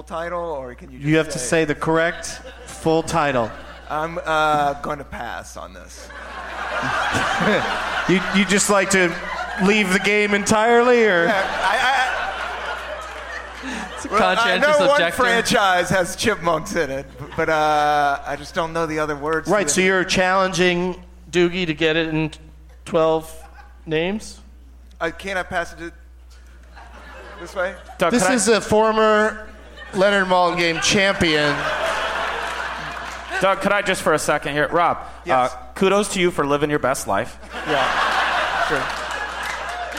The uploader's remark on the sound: Live from the Gramercy Theatre in New York City.